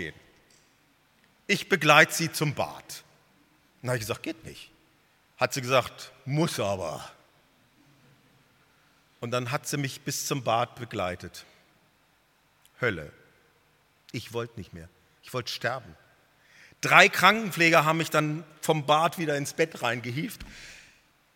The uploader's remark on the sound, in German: Missions-Gottesdienst der Missionsberg-Gemeinde (Liebenzeller Mission)